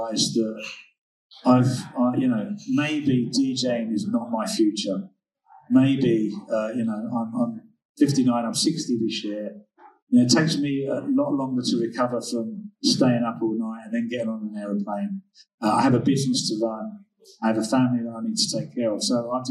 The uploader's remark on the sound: This episode was recorded at the Night Time Economy Summit in Bristol